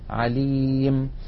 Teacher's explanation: يحذفون تنوين الجر ويقفون بالسكون